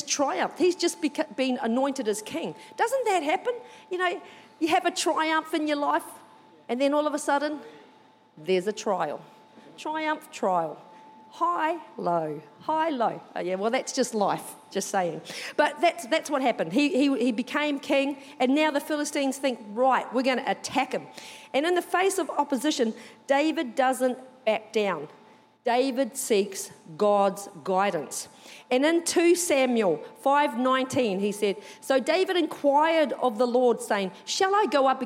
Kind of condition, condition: setting, large echoing room